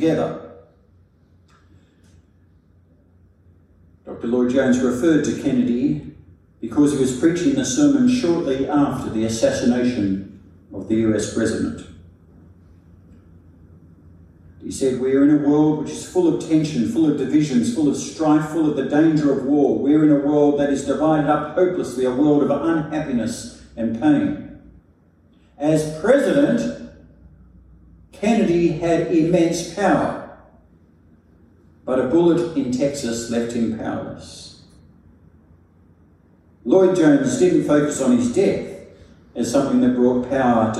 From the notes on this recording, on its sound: A sermon preached at St Stephen's Bellevue Hill on Good Friday 7th April 2023.